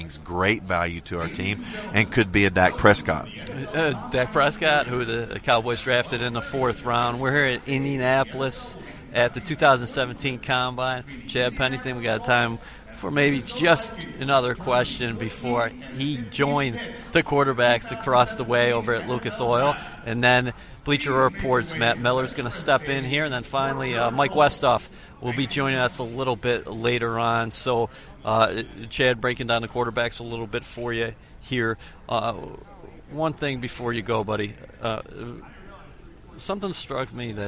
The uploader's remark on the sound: Live at the Combine - Day 3. At the 2017 NFL Combine in Indianapolis.